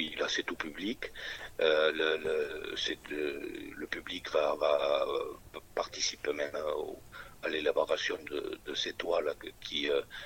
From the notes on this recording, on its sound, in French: Entretien téléphonique